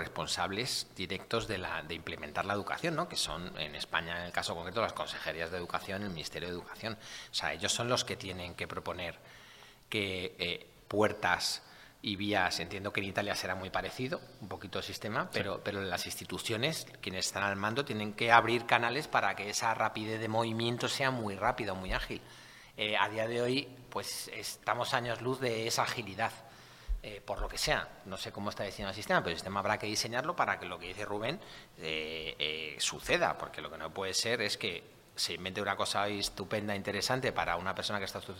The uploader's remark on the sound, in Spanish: Podcast en directo: La Granja Summit